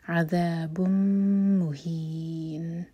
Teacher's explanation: عذا، اس کو زا نہیں کہنا، یہ ذال. عذاب مہین، تنوین کے بعد میم ہے تو یہاں پر ہم تنوین کا ساؤنڈ میم کے ساتھ مرج کریں گے اور میم کو ہولڈ کریں گے 2 سیکنڈس